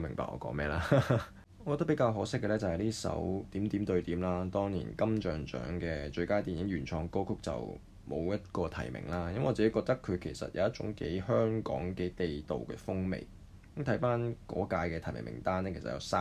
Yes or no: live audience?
no